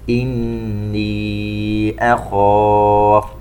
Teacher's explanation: نون مشددة تغن بمقدار 2 حركات. ومن ثم مد منفصل ومد بمقدار 4 حركات.